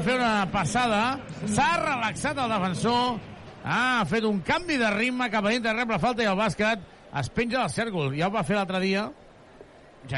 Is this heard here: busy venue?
yes